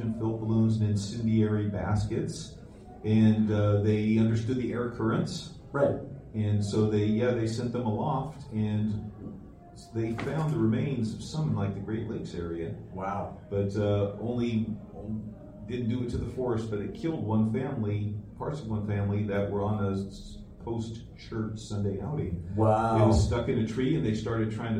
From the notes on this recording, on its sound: Recorded in front of a live audience at Fan Expo Portland! We did have someone who worked in the industry in the live audience!